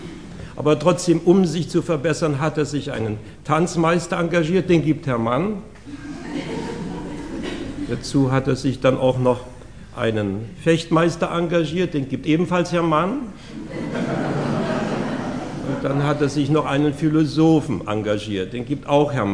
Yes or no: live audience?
yes